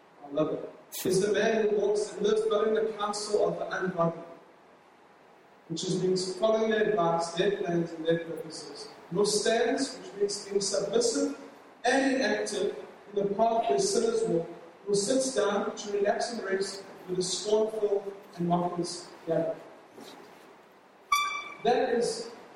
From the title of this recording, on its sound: LOW QUALITY